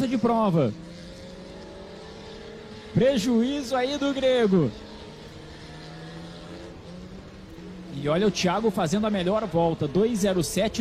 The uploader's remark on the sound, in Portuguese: Transmissão AO VIVO da 2ª Etapa 2022 (corrida 2), da Old Stock Race, direto do Autódromo Velocitta - Mogi Guaçú (SP).